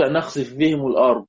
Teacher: طيب في سورة إن نشأ نخسف بهم الأرض، في سورة أو نسقط عليهم كسفا من السماء، في ذلك في سورة سبأ، في سورة سبأ عندنا كلمة نخسف وعندنا كلمة بهم. أدغم الكسائي الفاء في الباء